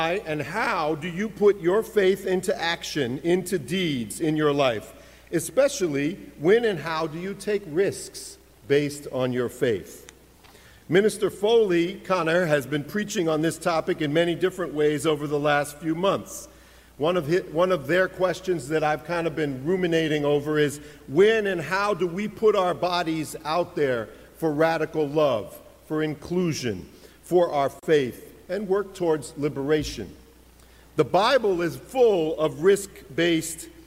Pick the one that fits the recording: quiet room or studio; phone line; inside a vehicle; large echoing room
large echoing room